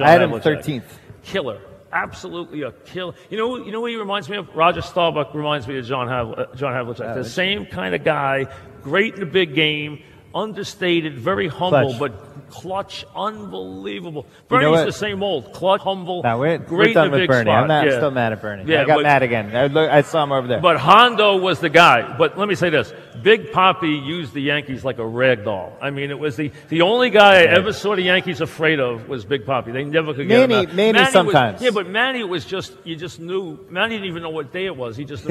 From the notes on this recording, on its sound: Live at the Tilles Center